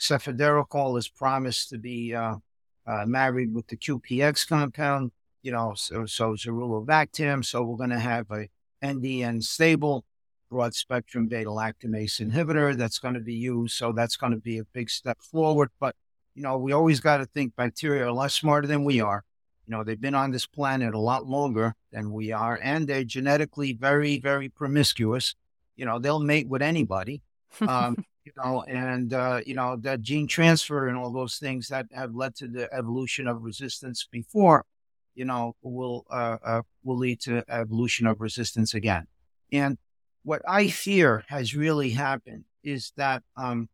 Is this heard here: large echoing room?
no